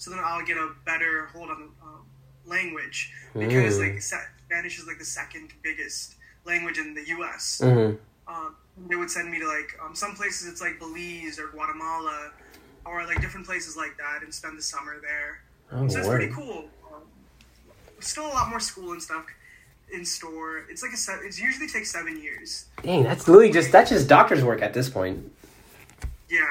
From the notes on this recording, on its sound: Apologies for the audio quality on this EP once I get the proper tools we making these EPs Studio Style!